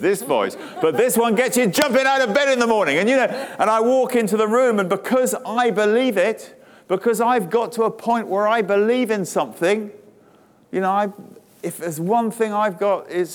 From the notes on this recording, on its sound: speaking to a crowd of attendees at Day 1 of the Elite Business Live event on March 9